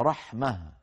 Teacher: العرب ينطقون هذه عند الوقف رحمة هكذا، هكذا بالتاء المبسوطة رحمة، وأغلب العرب ينطقونها عند الوقف بالهاء رحمة، لكنها في الوصل تاء قطعا، كل العرب يقولون إن رحمة